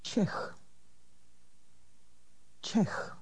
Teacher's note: This word ends with a kind of KH sound, as in the composer's name, Bach.